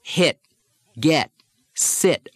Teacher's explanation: in standard American dialect, the T doesn't explode much at the end of words